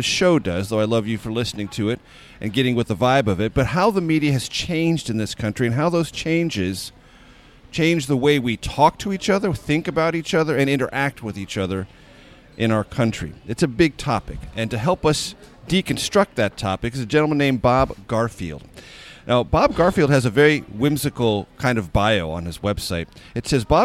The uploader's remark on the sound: over breakfast at Busboys and Poets in Washington, D.